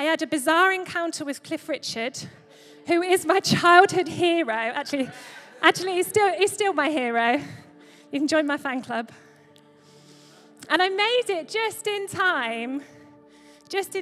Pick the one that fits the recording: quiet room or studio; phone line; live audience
live audience